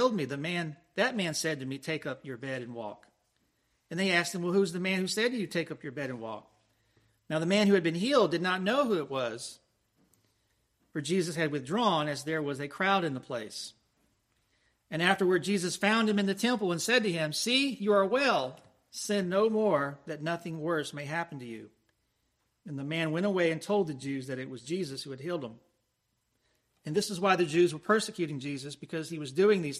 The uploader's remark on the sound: Preached at Christ Presbyterian Church, Lakeland, FL